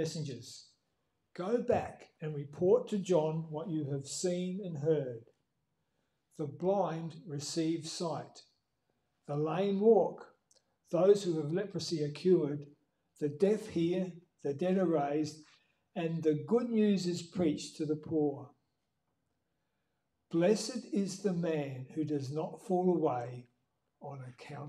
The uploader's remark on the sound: LIVE STREAM Service. By Living Word Bible Church.